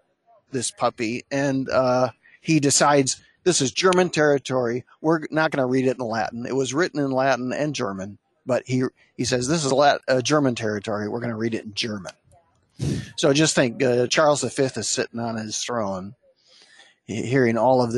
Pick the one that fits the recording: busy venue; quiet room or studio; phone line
busy venue